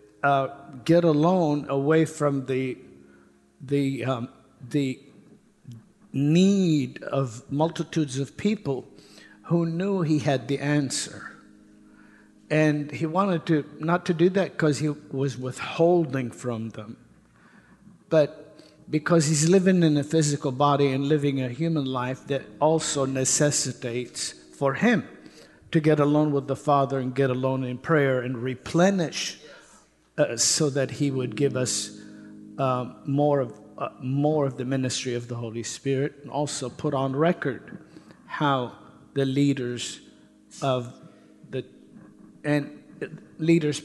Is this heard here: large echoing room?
yes